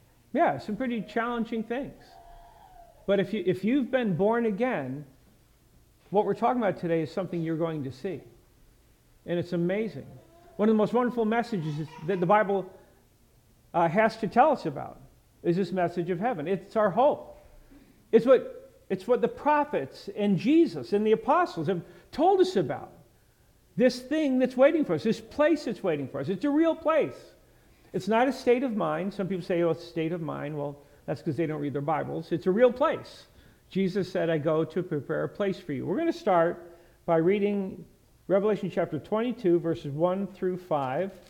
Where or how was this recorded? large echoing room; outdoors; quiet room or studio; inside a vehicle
large echoing room